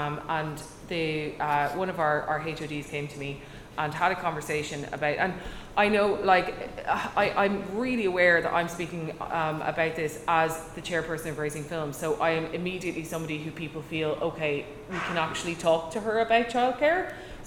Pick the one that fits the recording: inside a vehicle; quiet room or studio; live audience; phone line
live audience